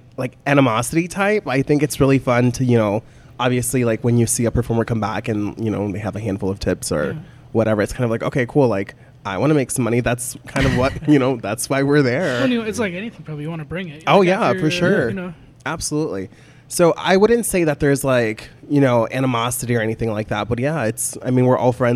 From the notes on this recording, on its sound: Myers' Deli & More lets the crew record an episode after hours, so everyone is using their NPR voices this time.